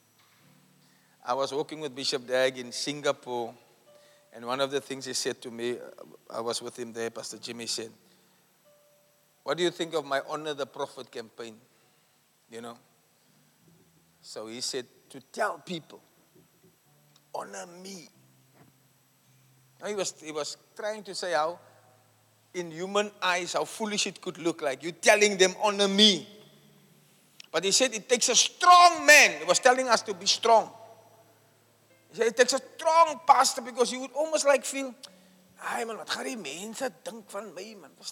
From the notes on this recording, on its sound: Preached at the Church Growth Conference in Cape Town, South Africa on the 9th July 2023 (Final Session).